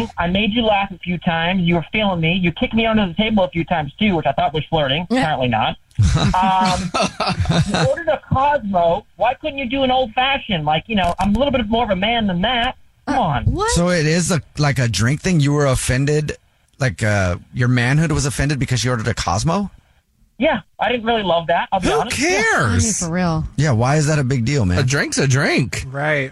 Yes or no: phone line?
yes